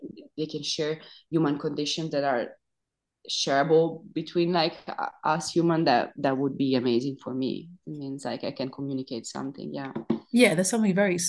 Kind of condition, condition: link, video call